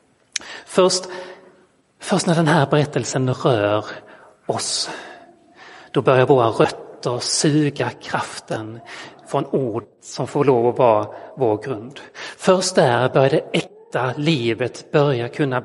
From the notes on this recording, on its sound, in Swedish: Inspelad i Roseniuskyrkan den 16 oktober 2022.